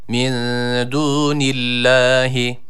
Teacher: Nun harfi burada esreli olduğu için lafzatullahın lamı da onun harekesine tabi olarak ince okunması gerekiyor